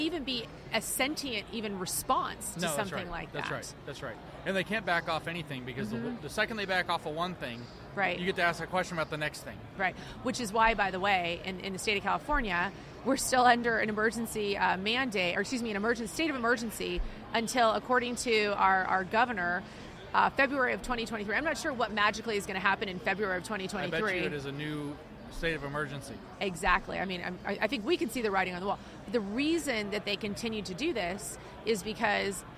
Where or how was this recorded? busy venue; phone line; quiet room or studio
busy venue